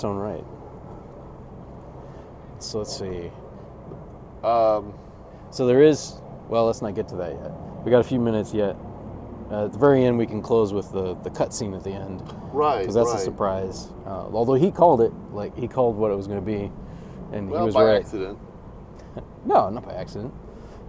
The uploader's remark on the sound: We recently watched the new Super Mario Bros film and recorded this short vidcast in the parking lot of the theater.